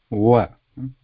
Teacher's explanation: the lips come very close, but they don't completely close · Term: va